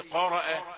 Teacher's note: الحروف المفخمة دي مفخمة في الدرجة الثانية، لأنه وإن كان مفتوحا لكن لم يحصل مد